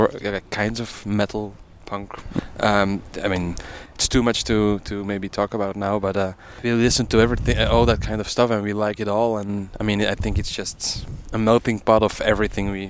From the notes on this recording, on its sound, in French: RFL101 En Direct De TDS. Emission Terres du Son 2022 – Le plateau radio RFL101.